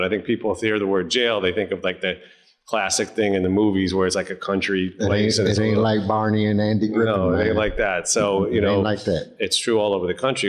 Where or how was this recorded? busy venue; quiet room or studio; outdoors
busy venue